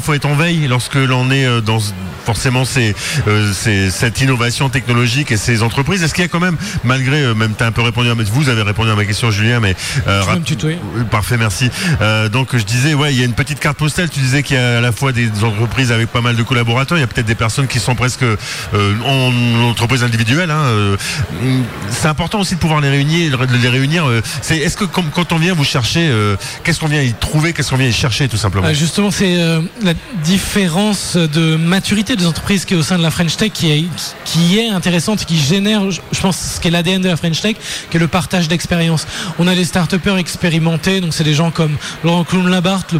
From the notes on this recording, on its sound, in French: Radio Activ’ était en direct le Jeudi 16 Novembre 2023 de la CCI des Côtes d’Armor pour couvrir l’évenement “LE QUAI DES RESEAUX”. À la CCI Côtes d’Armor à Saint-Brieuc.